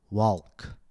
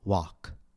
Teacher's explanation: I said walk. My tongue tip remains flat and does not extend forward into the L position. · Shown in: second take · Term: silent